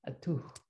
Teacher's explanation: Oh, without aspiration on the T